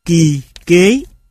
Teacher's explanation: K là một phụ âm gốc lưỡi, khi đi với các nguyên âm hàng trước như i, e, nó cũng bị kéo về phía trước